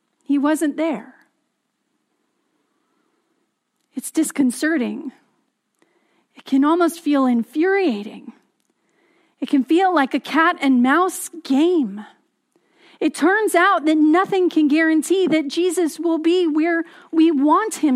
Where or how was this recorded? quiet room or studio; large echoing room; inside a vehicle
large echoing room